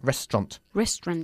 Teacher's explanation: Eso es, el AU se pierde.